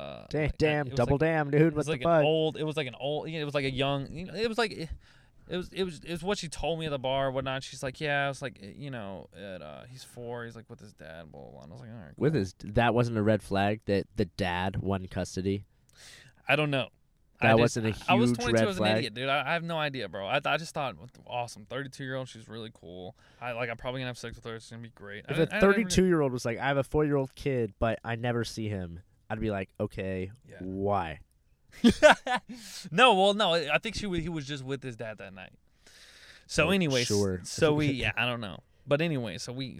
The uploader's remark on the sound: A fight happened outside the car.